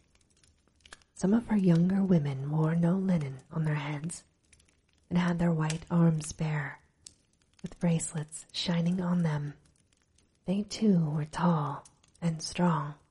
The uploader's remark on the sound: Recorded with a light fireplace in the background for sleep ambiance.